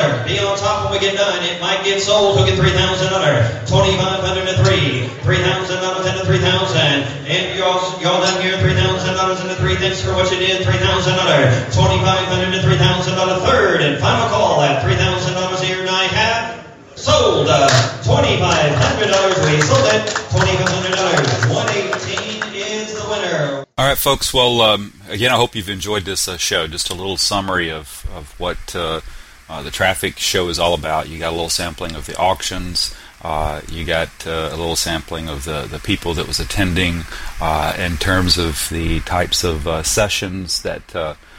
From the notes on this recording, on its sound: On location at the TRAFFIC conference in Fort Lauderdale 2011. Segments of a live domain auction.